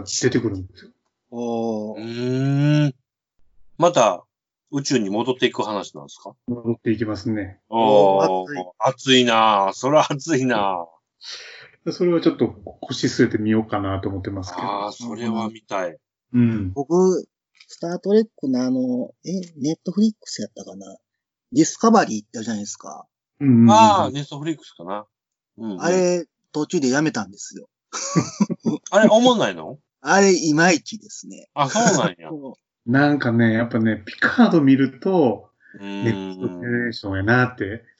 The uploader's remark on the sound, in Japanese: 自粛期間中のオンライン飲み会を収録してみました。酔っ払いのダダ喋り。